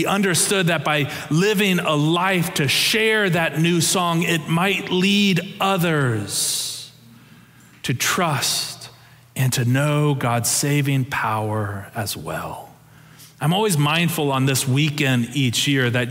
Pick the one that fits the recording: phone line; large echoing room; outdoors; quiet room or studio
large echoing room